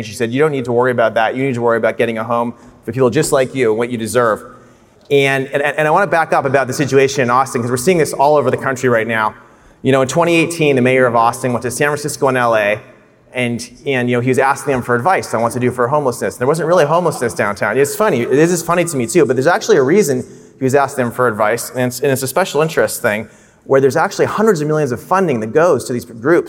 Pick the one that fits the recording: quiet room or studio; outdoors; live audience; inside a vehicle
live audience